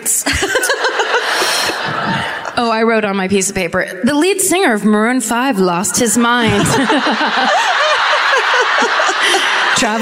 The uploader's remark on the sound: Live at the Civic Center in Des Moines